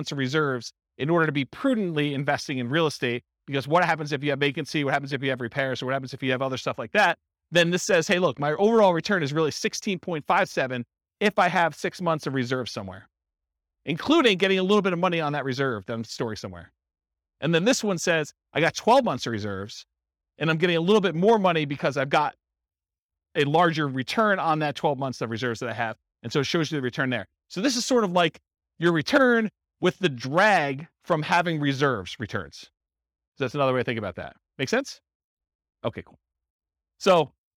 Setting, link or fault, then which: setting, live audience